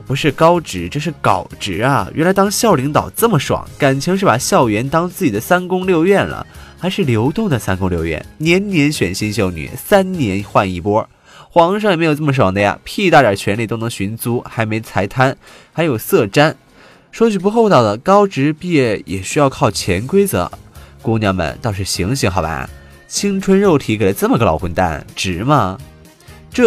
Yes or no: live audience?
no